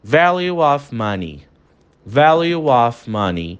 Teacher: Entra um som de um W aí, que é justamente a junção das duas palavras para fazer um som único na fala rápida, né? Então, value of money, value of money, tá?